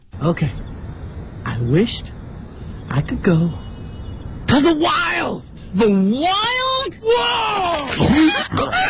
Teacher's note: OK, I wished,第一个停顿 I could go,停顿 to the wild,啊，我们看一共三处停顿啊，明显的停顿是在 wished 和 go 的后面啊。那么整个这句话呢，他在说的时候呢，是告诉对方我真的是这么想的，而且我超兴奋的。对，所以这件事情他是蛮确认的。确认的话呢，那于是整个语调呢就是一个下沉的状态啊，同时呢又是兴奋的啊。兴奋体现在哪儿呢？就是 to thewild。他那个 wild 读得很野，非常野，很野外。对，the wild 读的都不像他自己了，那元音饱满的简直不像一个黑人英语。是，我们再来听一遍哈。OK。I wished I could go to the